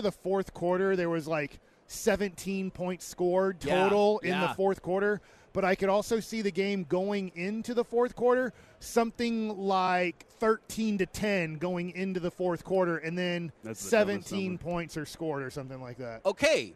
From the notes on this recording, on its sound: LIVE from Radio Row in Las Vegas!